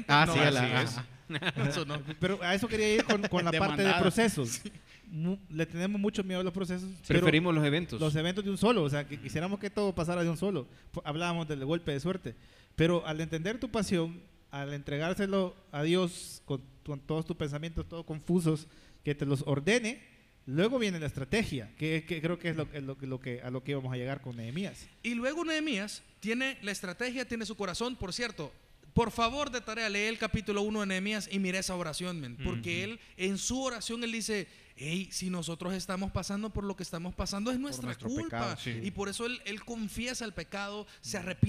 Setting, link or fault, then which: setting, live audience